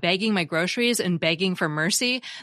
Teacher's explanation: when I talk about bagging my groceries and begging for mercy, the words sound the same. · Term: bag-bag merger